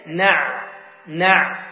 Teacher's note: تخرج العين من وسط الحلق